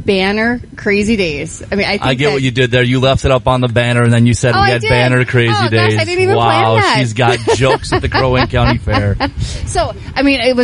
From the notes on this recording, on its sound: Live Show From The Crow Wing County Fair.